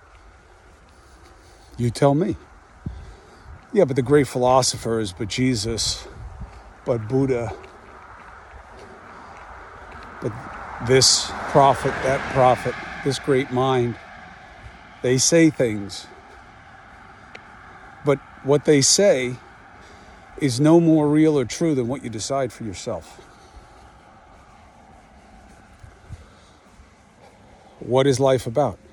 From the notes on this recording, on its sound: Walk and Talk